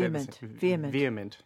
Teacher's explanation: I would not pronounce the H